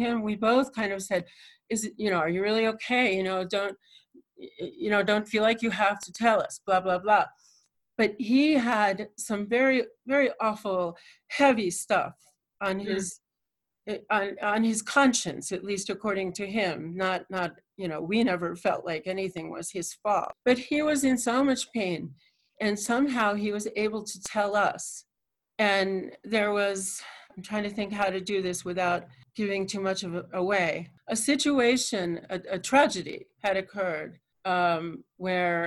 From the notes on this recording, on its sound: Recorded at my home studio and Interview was conducted with Zoom technology.